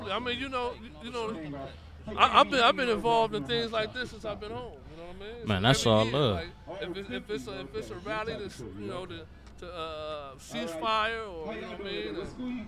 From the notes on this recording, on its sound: Live from the Home Depot parking lot in Compton. Feed The Hub With Love toy drive.